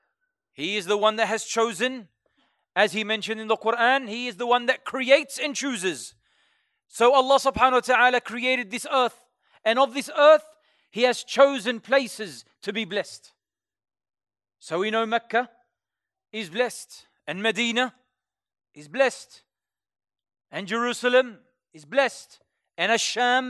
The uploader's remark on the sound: LIVE from ASWJ Revesby.